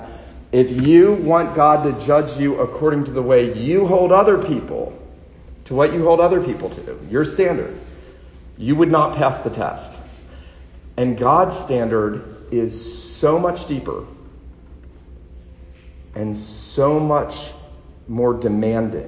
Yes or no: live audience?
yes